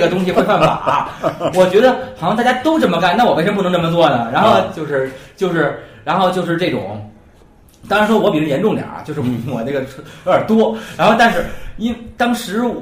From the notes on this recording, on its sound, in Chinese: 人声部分是用录音机外录的，所以听上去可能有些辽阔。